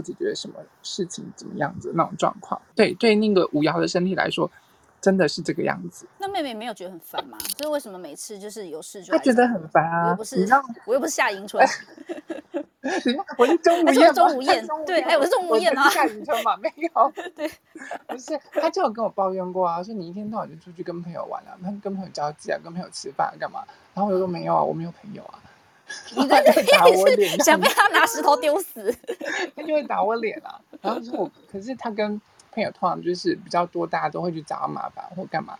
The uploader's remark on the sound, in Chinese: 此音檔是由club house直播中錄製的。故音質無法與專業麥克風及錄音室錄製比較。所有音檔都已盡最大能力去調整。